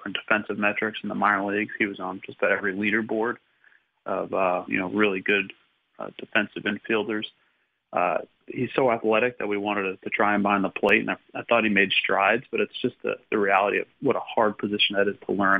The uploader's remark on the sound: called in to the Ben and Skin show